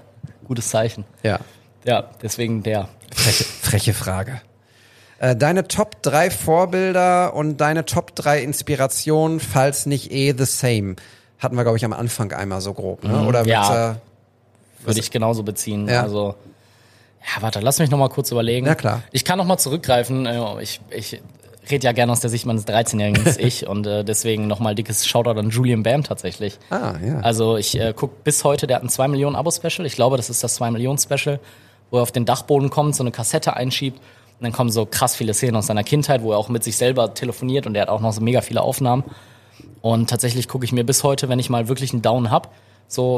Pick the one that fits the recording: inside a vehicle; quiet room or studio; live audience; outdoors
live audience